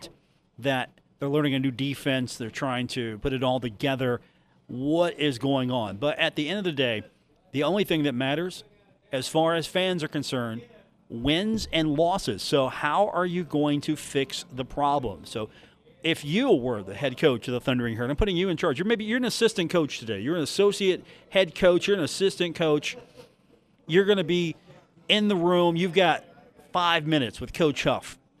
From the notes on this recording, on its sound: live from The Union Pub and Grill in Huntington, WV for today's broadcast.